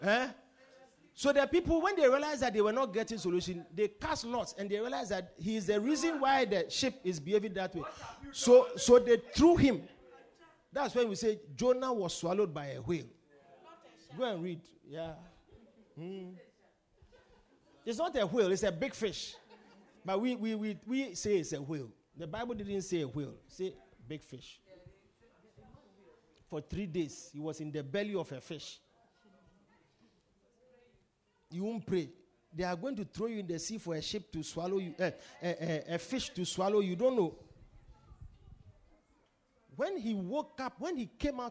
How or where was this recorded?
large echoing room